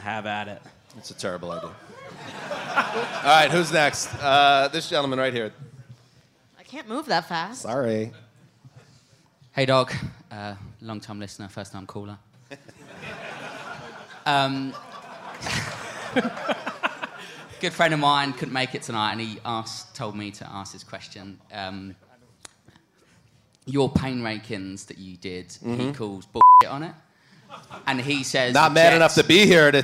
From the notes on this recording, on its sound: From the Curtain Club in London. Hang out with lucky fans at the Curtain Club in London. In front of an energetic crowd.